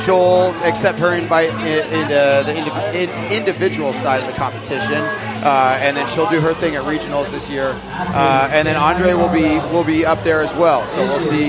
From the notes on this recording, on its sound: Live From The Gym. The gang is broadcasting live from the floor for Friday Night Lights at Industrious. The energy is off the hook!